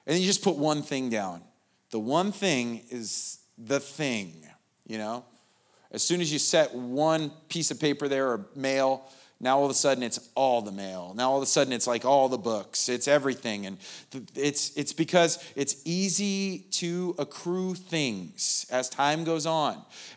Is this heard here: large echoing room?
yes